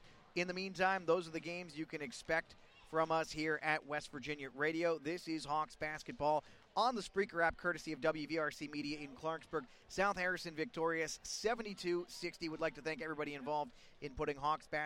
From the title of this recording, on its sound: BASKETBALL LIVE